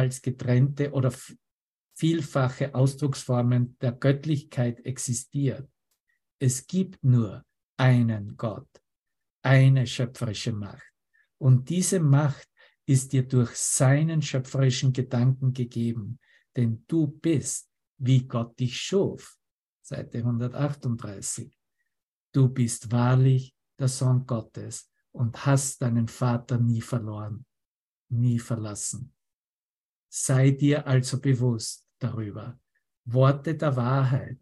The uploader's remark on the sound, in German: Zoom-Session